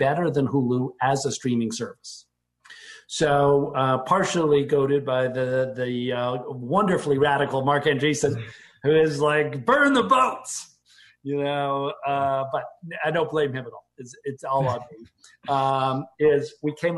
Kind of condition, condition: link, video call